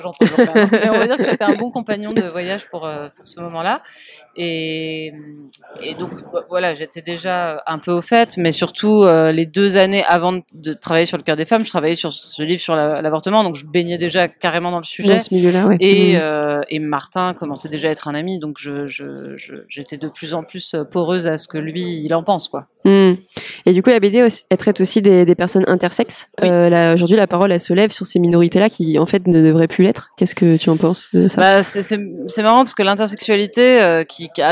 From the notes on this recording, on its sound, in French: Nouvelle rencontre lors du festival de BD Quai des Bulles